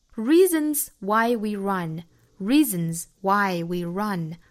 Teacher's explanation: Reason 这个词注意长元音 e,嘴角裂开紧张度。Reason,那它变成了复数的这个 s 要读成 z 的发音，清清浊浊嘛，因为 reason 尾部是一个鼻辅音，鼻辅音属于浊辅音嘛。Reasons why we run.